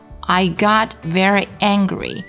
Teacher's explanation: got 的 t 要做一个失去爆破处理，不要读成 I gotVeryangry，不要把这个 t 释放出来，失爆处理 I got veryangry。再来看第二句话， I could not hear theactors。